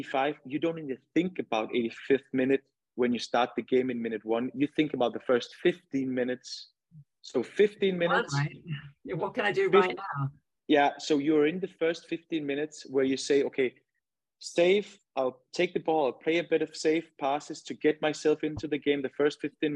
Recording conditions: video call